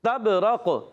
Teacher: تبرق، با میں قلقلہ ہوگا، تا کو با سے ملائیں، با ساکن قلقلہ ہوگا.